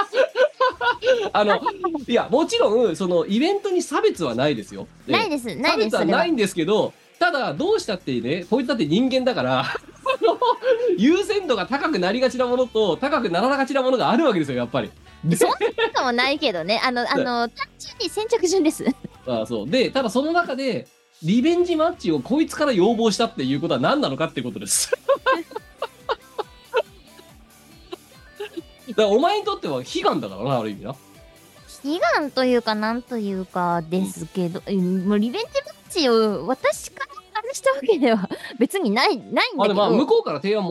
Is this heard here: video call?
yes